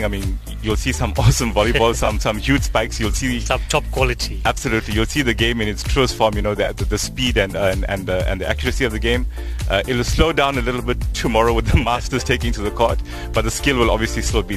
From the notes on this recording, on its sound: The Official Drive team was live at the fifth edition of the National Masters Volleyball Championship held at UKZN. A record men’s field of 24 teams while nine female sides descended on Durban for the tournament, hosted jointly by eThekwini Volleyball and Legends Social Volleyball.